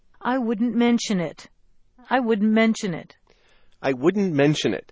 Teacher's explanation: you can still slightly detect the D once you form the contraction